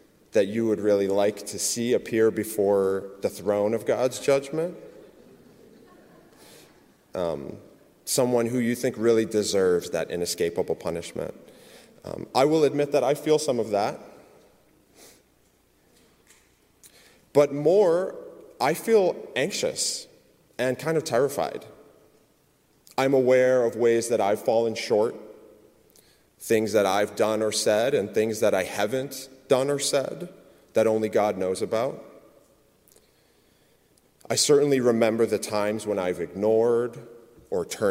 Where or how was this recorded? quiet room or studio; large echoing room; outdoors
large echoing room